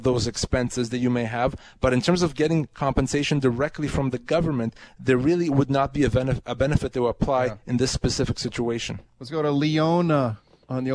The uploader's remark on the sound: Global News Radio 980 CKNW. Take live questions from CKNW listeners.